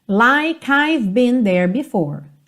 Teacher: De novo aqui, like, o E não é pronunciado, o K já junta no I